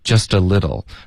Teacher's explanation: a little 的 t 也会浊化成一个 d 的音